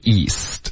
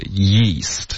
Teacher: 你要注意的就是舌头得往前滑，贴着上颚滑才能导致这个 Year 的音 · Shown in: second take